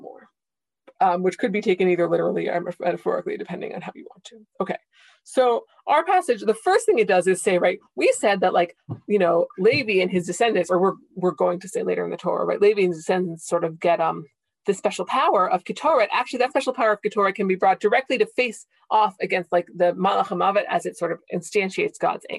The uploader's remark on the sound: This audio was originally captured from Zoom